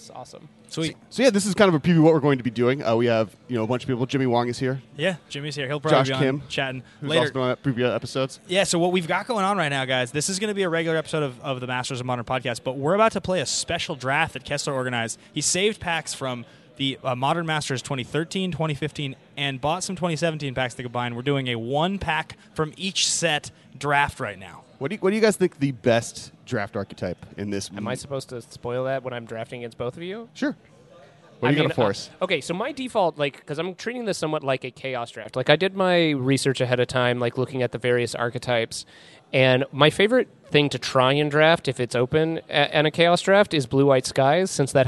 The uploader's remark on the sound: Coming to you live(ish) from Hi De Ho Comics in Santa Monica